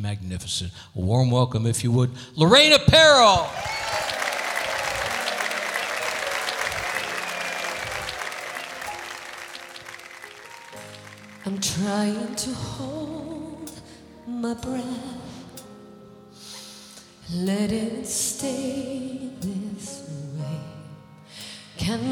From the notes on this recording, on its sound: Live at the SouthPoint Casino